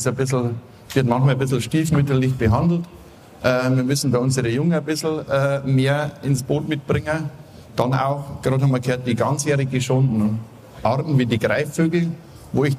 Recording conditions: busy venue